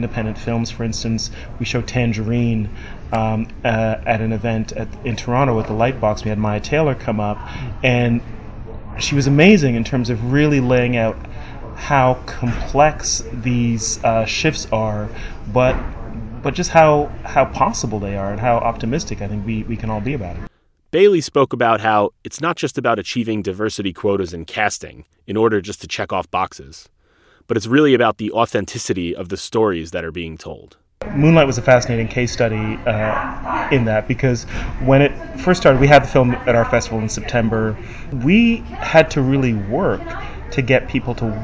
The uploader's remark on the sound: reports from The Economist's Pride & Prejudice conference in New York